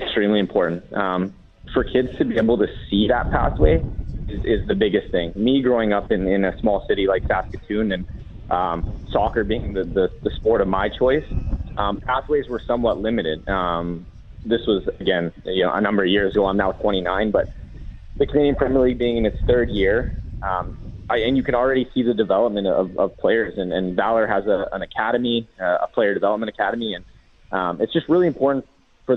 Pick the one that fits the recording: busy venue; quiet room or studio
busy venue